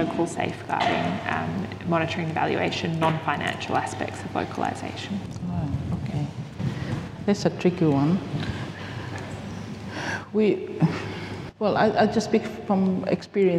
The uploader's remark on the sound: This episode was recorded live on Day 2 of CID Conference 2023, on 21 September at Pipitea Marae Wellington.